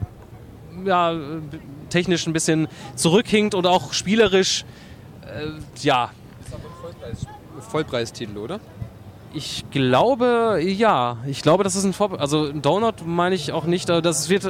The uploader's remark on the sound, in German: Wir melden uns “fast” Live von der gamescom 2012 in Köln aus der Sommerpause zurück.